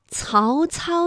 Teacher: 曹操呢是舌尖要抵住上齿背来去发音的